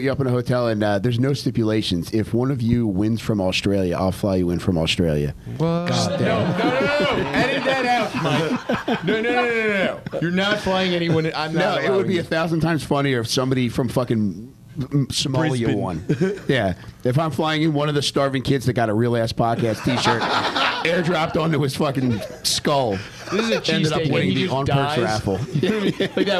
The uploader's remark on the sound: Live From Skankfest.